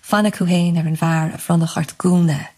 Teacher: It just creates this nice echo of the long U vowel sound.